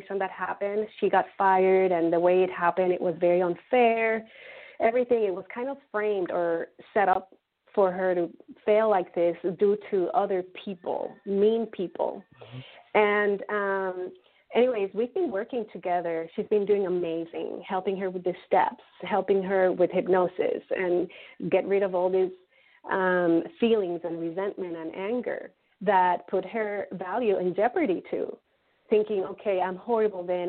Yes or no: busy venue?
no